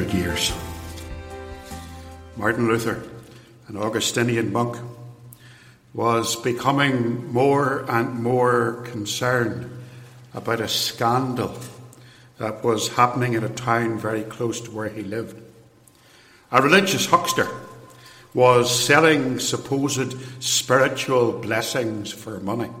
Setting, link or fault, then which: setting, large echoing room